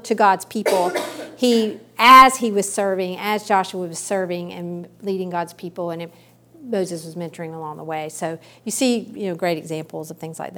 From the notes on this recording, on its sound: recorded at a women's ministry study earlier this summer